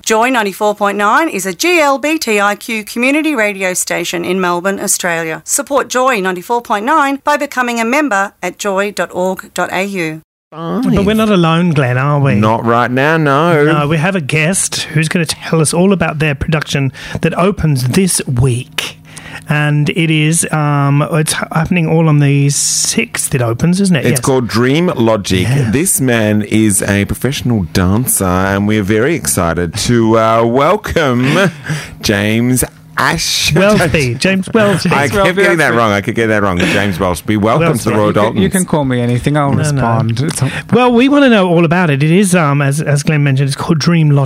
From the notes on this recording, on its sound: Phone interview.